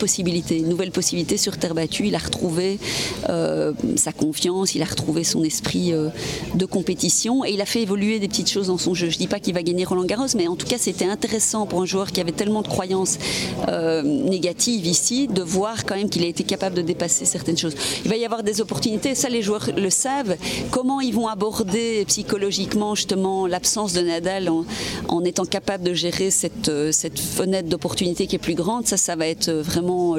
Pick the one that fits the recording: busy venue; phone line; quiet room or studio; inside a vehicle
busy venue